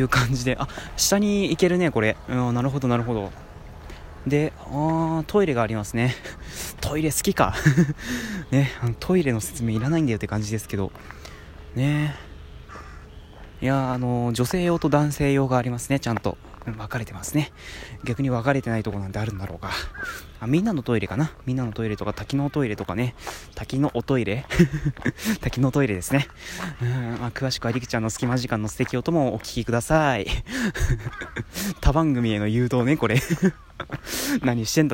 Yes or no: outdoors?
yes